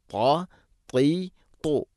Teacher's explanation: ത ഉച്ചരിക്കുമ്പോൾ നാവിൻ്റെ മധ്യം അണ്ണാക്കിലേക്ക് ചേർന്ന് നിൽക്കണം.